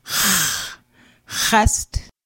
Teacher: X wedge pronounced as a guttural H deep in the back of the throat